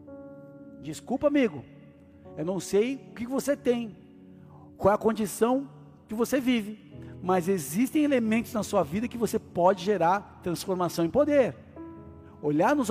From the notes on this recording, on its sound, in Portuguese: Áudio extraído do culto do dia 12 de Maio de 2023.